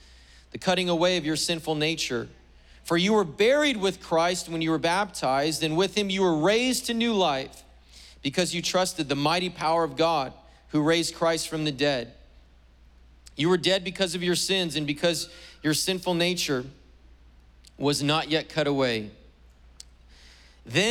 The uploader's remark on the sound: was preached on July 4th at the 11:30AM service